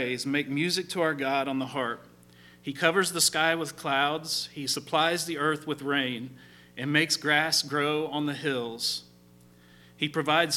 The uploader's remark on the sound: LIVE Services at Sunshine